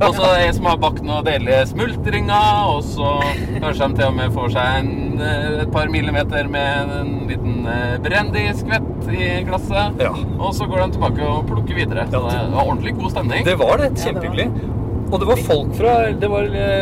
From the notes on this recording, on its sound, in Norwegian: Lyden er ikke helt super i denne episoden, men forhåpentligvis tåler du litt bilstøy. Det var nemlig så spennende å være med på innhøstingen at vi måtte ta opp podcasten mens vi kjørte bil... Dette er den andre av tre episoder fra vårt besøk i det franske vinområdet Jura.